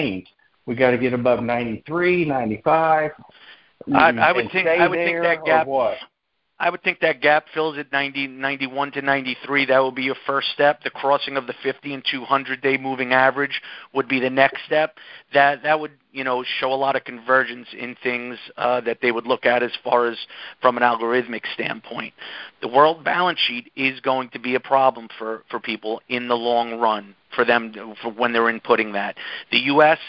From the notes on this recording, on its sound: Monthly Cotton Conference Call.